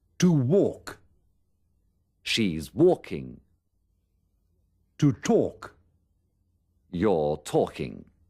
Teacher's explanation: Comprobará que la letra L no se pronuncia.